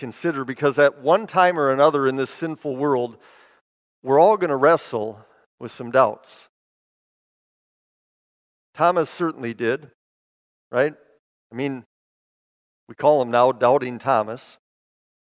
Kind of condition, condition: setting, large echoing room